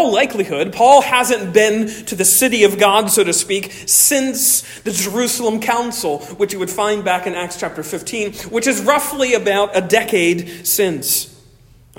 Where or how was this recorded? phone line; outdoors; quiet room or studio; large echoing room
large echoing room